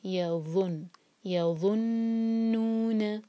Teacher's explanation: اور دیکھیں یہ ذو ہے، اس یہاں پر ز جیسی آواز نہیں آنی چاہیے. ذو کے لیے ہماری زبان جو ہے اوپر والے دانت کو ٹچ کرے گی اور تھوڑی سی ٹپ باہر ہوگی اور پھر ہم منہ بھر کر پڑھیں گے یظن، یظنون.